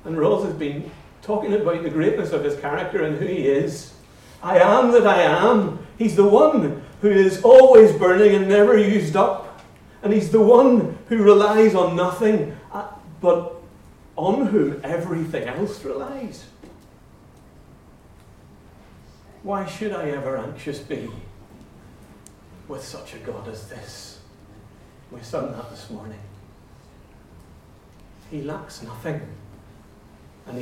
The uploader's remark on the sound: Recordings of talks and interviews from the Convention 'My Peace' Project 242 event